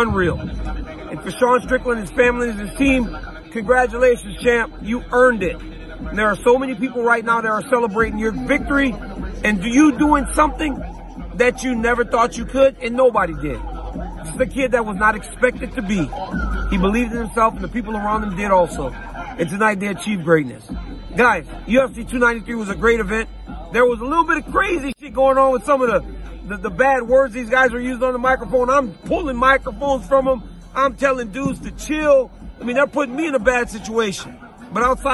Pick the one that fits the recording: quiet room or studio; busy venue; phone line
busy venue